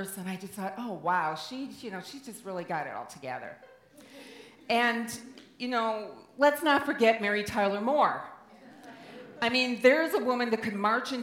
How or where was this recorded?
live audience